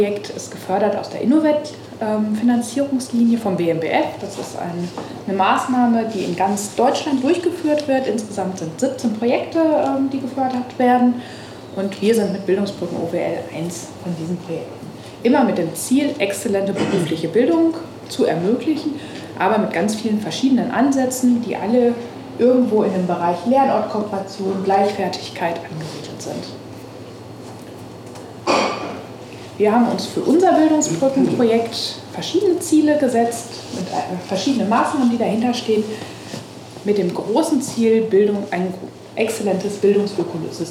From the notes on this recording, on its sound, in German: April 2022 im Café Vielfalt in Lemgo aufgezeichnet.